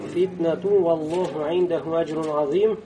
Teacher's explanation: Здесь получается у нас идгом накис перед вау.